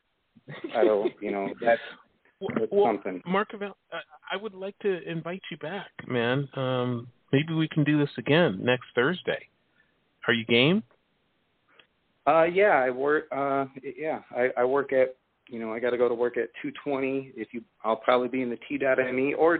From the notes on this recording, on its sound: It's a call-in show